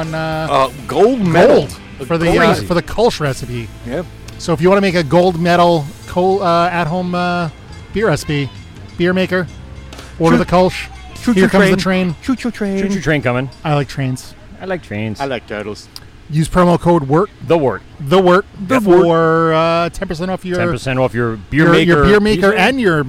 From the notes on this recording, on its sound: LIVE at Moriches Field Brewing Co.